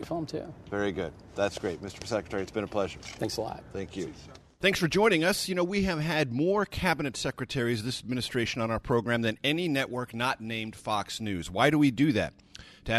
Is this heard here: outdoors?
yes